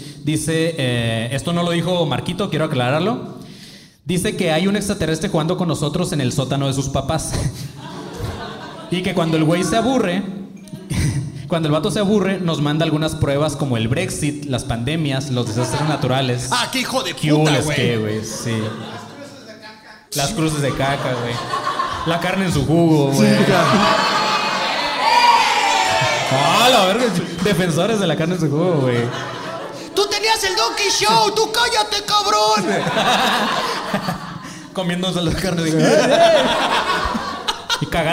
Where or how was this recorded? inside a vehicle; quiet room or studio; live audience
live audience